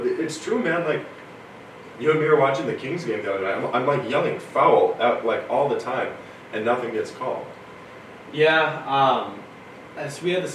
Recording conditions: poor sound quality